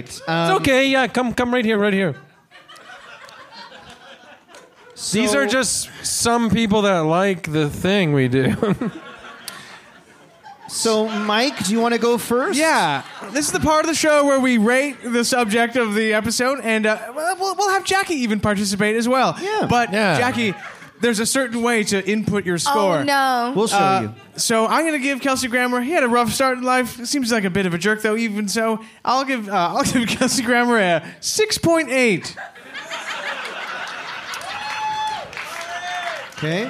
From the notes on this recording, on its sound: This week’s episode is a very special recording of Evil Men LIVE! From Toronto’s Paradise Theatre. Delighted the crowd.